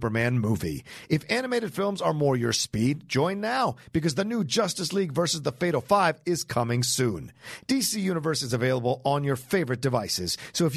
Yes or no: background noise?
no